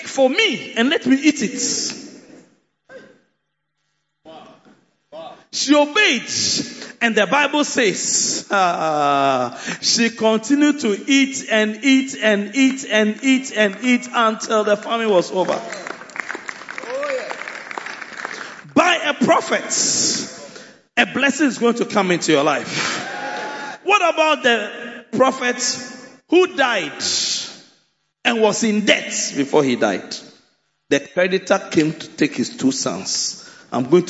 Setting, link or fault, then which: setting, large echoing room